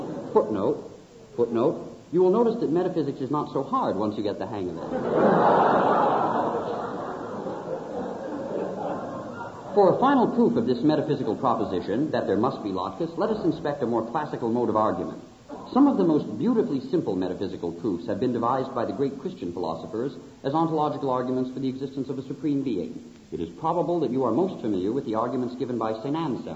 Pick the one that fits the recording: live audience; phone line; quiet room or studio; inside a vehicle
live audience